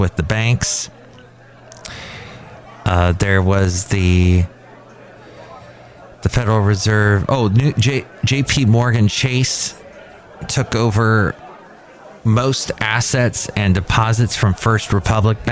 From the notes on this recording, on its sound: podcasts live from Café Anyway